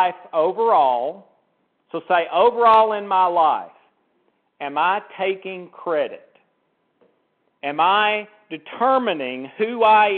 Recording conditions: phone line